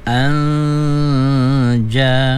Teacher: nun mati bertemu dengan jim, ya wajib gunnah dua harakat ya, lamakan sikit